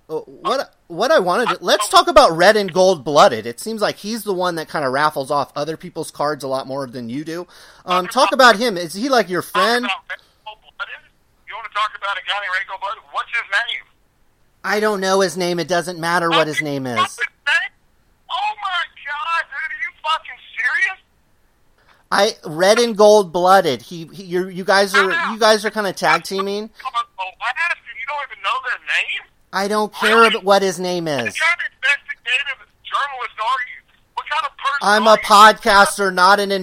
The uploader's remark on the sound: He asked to call me on the phone. I said sure, but we would have to record it.